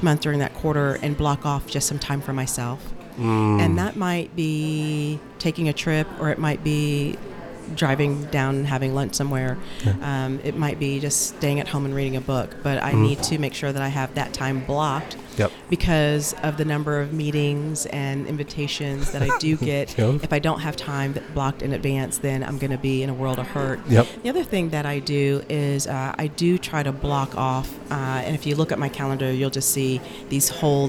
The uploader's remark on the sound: Episode Recorded at Leaves Book & Tea Shop. 120 Saint Louis Ave.